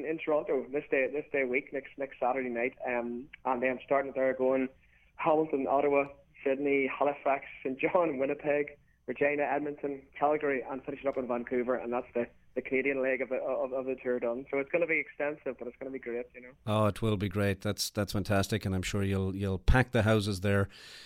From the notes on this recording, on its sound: calls in from the road somewhere between Illinois and Wisconsin